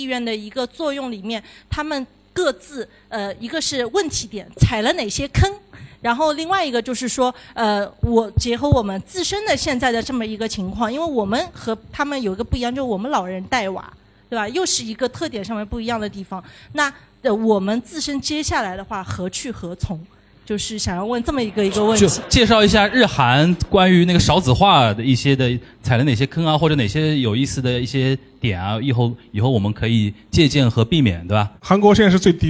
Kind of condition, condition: setting, live audience